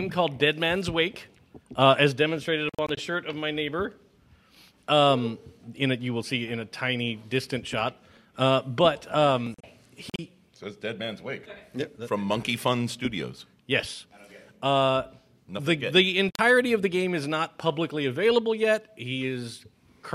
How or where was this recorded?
busy venue